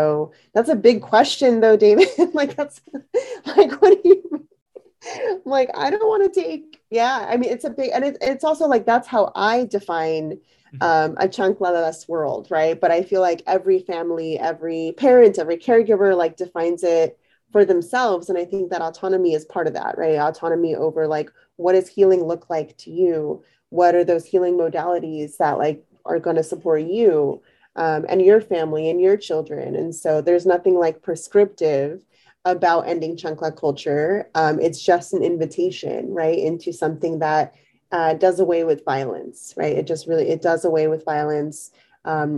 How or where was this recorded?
video call